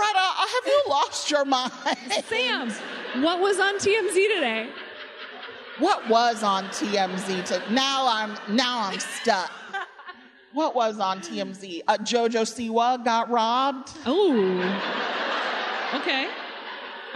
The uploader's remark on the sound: Nerdette had the great privilege of hosting a live WBEZ event